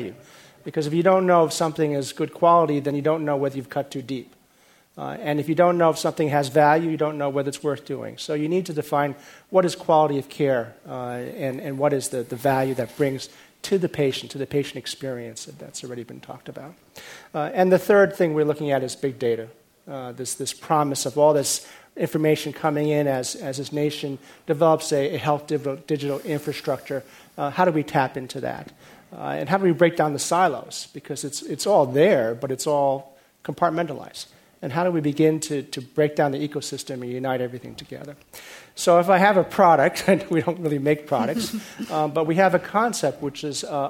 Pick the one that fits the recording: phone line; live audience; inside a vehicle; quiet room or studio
live audience